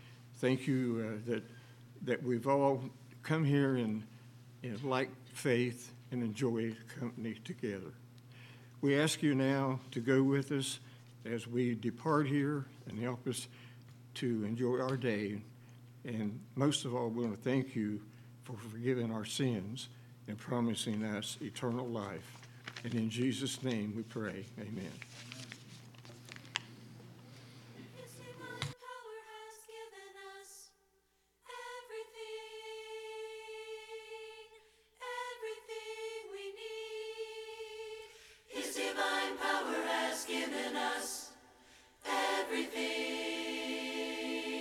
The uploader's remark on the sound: LIVE Services at Sunshine